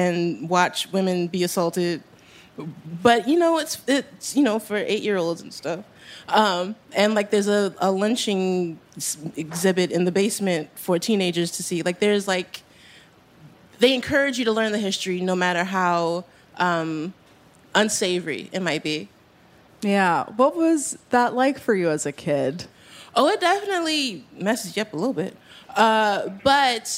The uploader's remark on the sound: In our very first LIVE show